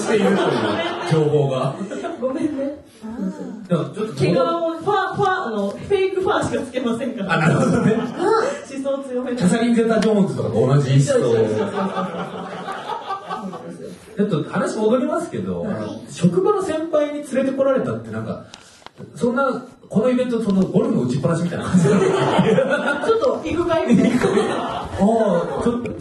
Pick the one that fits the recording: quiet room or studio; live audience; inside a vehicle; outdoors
live audience